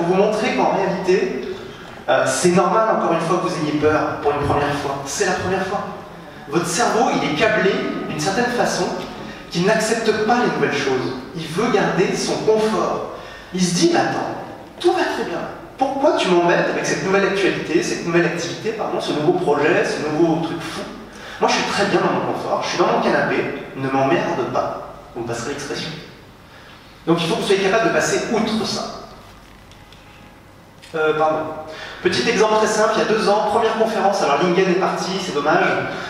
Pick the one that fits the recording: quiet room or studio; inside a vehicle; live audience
live audience